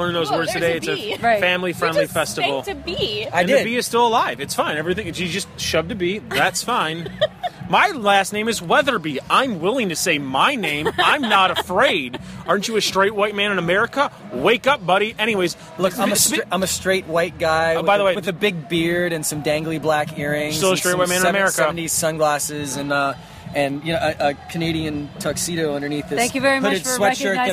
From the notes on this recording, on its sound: Backstage at the Kingman Island Bluegrass and Folk Festival. It was a lot of fun so we podcasted backstage between sets.